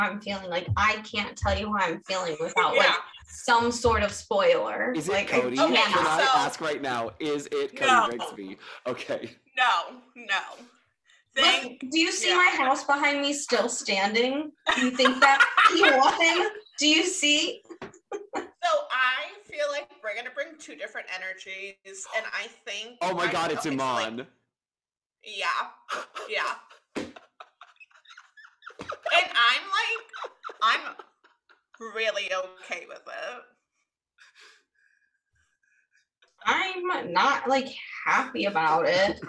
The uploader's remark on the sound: Horrific audio quality.